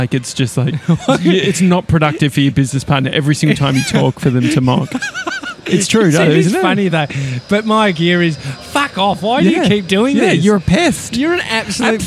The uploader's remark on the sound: live from outside Piccolina Gelateria on Smith Street in Collingwood.